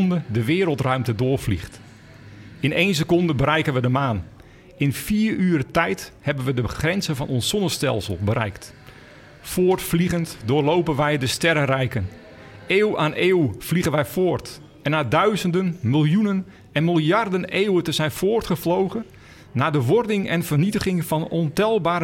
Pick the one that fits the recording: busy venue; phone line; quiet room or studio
busy venue